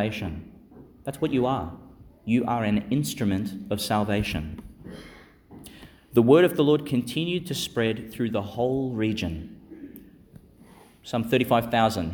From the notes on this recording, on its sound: delivered in Our Lady Star of the Sea Church, Gladstone, and St Peter Chanel Church, Miriam Vale, Qld.